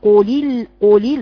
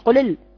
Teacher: بيني الكسر في اللام الاولى · Shown in: first take